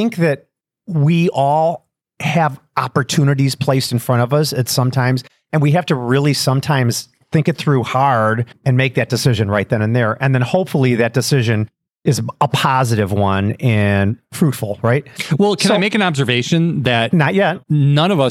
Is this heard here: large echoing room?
no